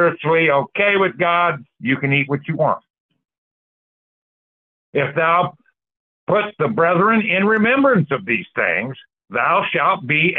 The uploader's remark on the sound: The 1611 King James Bible Prophecy Church. Call In Bible Study.